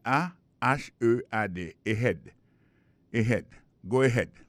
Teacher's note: Là encore, on a vu que l'accent tonique là tombé sur deuxième syllabe.